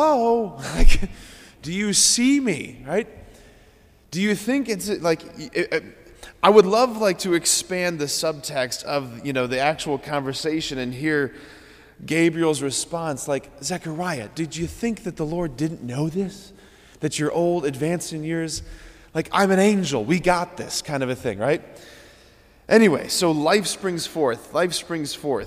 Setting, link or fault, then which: setting, large echoing room